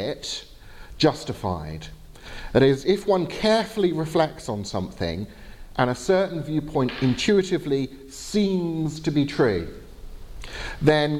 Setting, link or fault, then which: setting, large echoing room